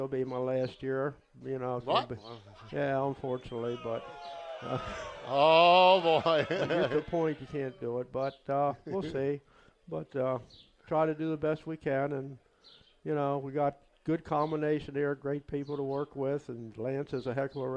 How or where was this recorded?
busy venue